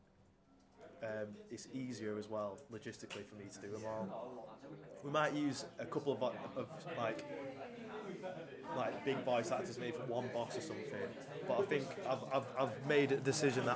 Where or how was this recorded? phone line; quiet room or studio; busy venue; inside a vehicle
busy venue